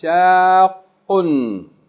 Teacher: It's a shadda on the qaf, so you have to hold it a little bit.